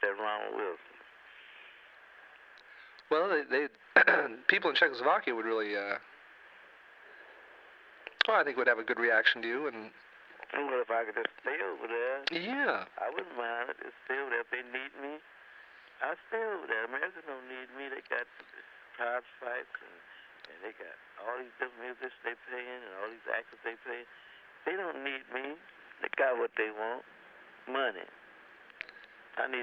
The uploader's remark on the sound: Phone call